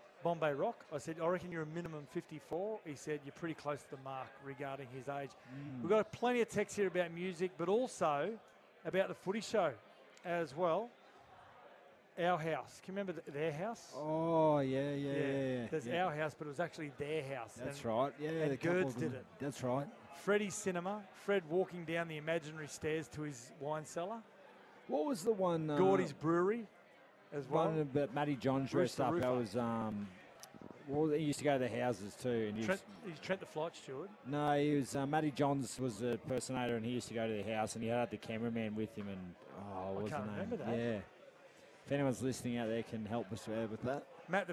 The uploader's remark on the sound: live from the Brisbane Greyhound Club